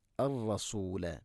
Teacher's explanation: തക്രീർ എന്ന ആ ഒരു സിഫത്ത് ഇങ്ങനെ നാവിനെ പിടപ്പിക്കില്ല, അത് കൂടുതലുണ്ടാവാൻ പാടില്ല.